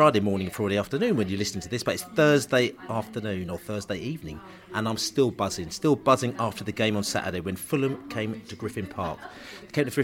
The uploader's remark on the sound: Hull City pre-match podcast from the pub